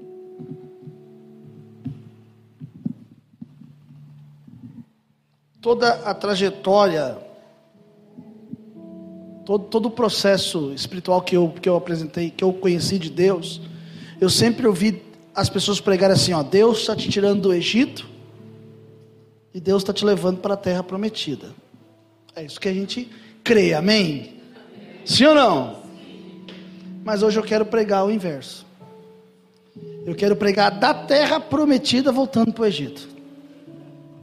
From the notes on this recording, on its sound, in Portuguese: Mensagem gravada em 12/02/2023 - Culto da Família